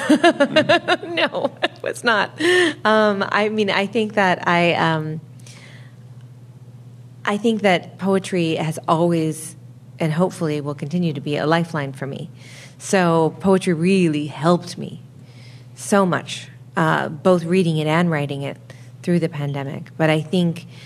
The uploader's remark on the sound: before an audience at the Literary Arts space in downtown Portland